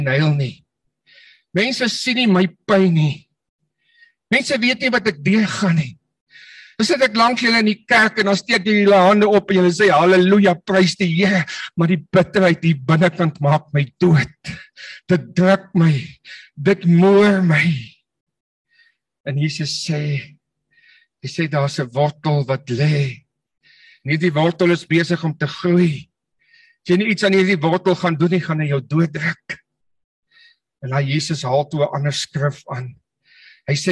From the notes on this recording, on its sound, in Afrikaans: Manne van die Woord Zoom Byeenkoms